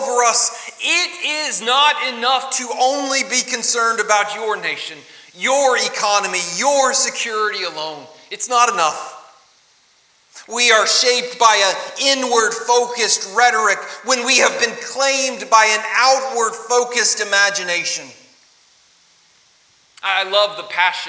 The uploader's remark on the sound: LIve Service 26 July 2020